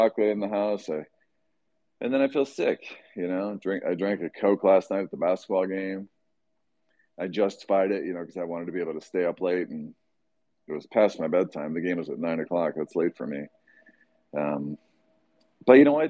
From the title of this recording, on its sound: Twitter Space